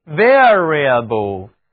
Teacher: 第一个字母 A 读的是双元音 air，接着它的字母组合 IA 读音是 ear，所以请跟我来念变化，这个形容词就是 variable。我们说 a man of variable character 就是一个反复无常的人。如果把名词后缀 ation 连在词根 vari 后面，就构成了名词变化、变动，读作 variation，它的重音在第二个音节 ation 上面。大家的年龄每年都有一岁的变化，这是一种年变，我们就称之为 annual variation。那么一年四季气候都在变迁，我们就叫 climatic variation。还有一个形容词 various，它这里含有的形容词后缀是 ous，这个词的意思呢是各种各样的、多方面的，因为变化丰富的东西当然会有各种